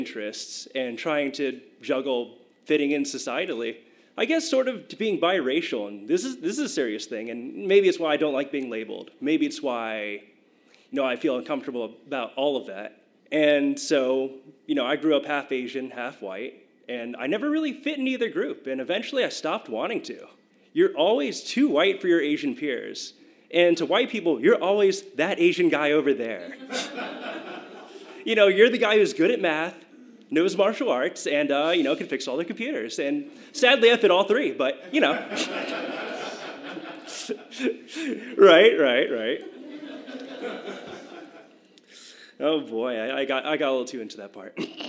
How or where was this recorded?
live audience